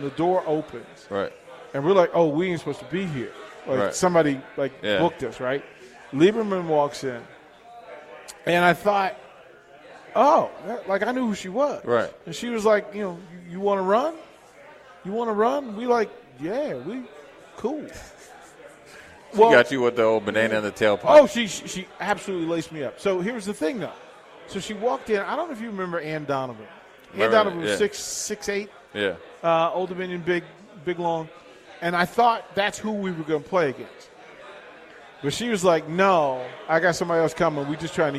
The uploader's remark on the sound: LIVE from Mary Ellen's.